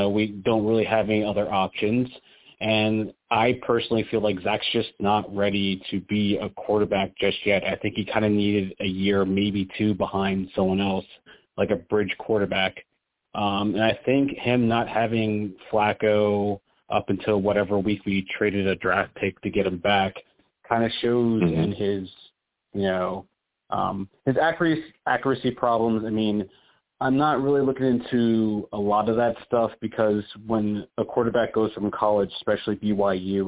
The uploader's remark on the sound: I also take live callers!